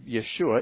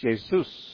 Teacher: Jesus, or Jesus, in the Greek, is simply the transliteration of the Hebrew Yeshua. The Greek language has no SH sound, so they just use the S sound. Instead of Yeshua, it's Jesus, or Yeshua.